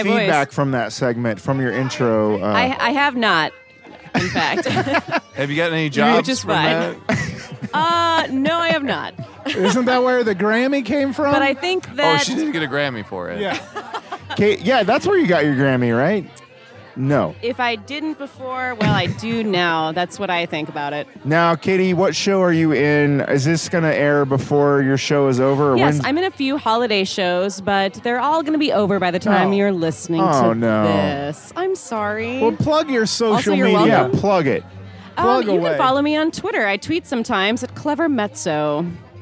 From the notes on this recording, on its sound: Recorded their first Holiday Cocktail Party Episode at TikiCat a Tiki bar in Westport that sadly no longer exists!